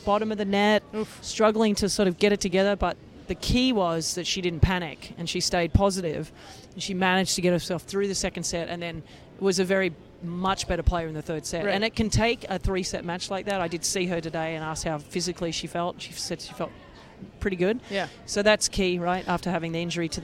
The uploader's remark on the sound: Live and Direct from Indian Wells. We're coming at you live during the middle weekend of Indian Wells from BNP Paribas' Racquet Kiosque.